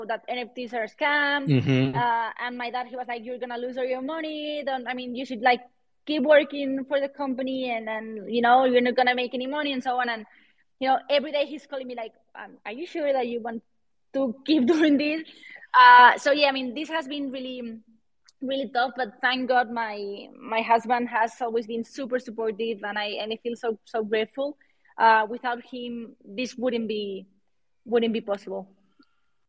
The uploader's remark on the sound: This episode of the podcast was recorded live on Friday, December 30th, 2022 via a Twitter Space.